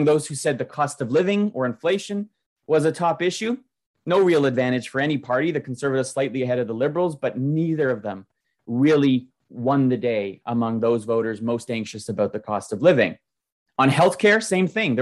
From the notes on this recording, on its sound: This edition of Produce Talks is a recording of our October webinar. Followed by a roundtable discussion with industry leaders.